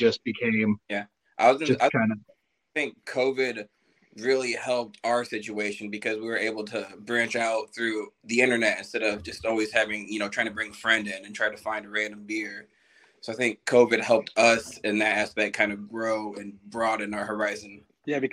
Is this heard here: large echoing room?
no